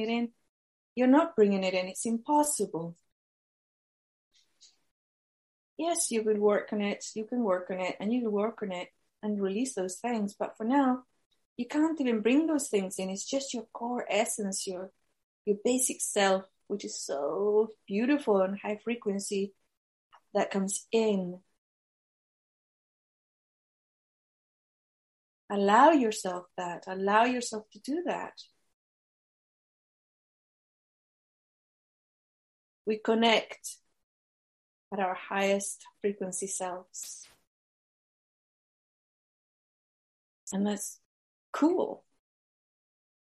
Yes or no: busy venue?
no